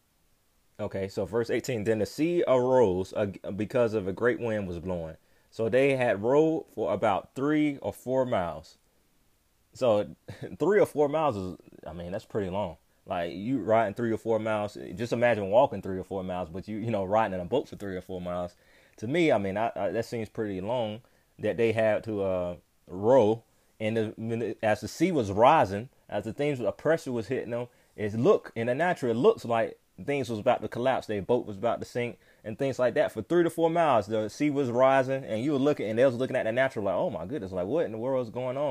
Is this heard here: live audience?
no